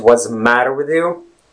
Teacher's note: You may want to also put emphasis on the first syllable in the word matter.